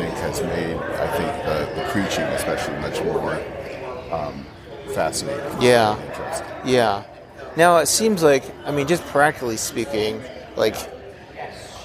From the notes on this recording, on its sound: In this special episode recorded live from the General Assembly of the Christian Church (Disciples of Christ).